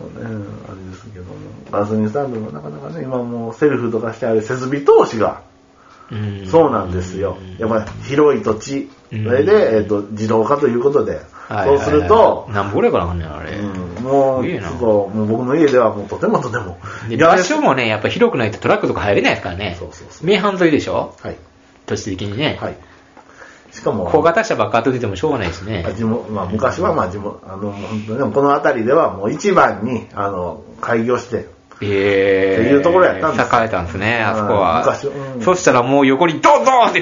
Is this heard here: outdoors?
no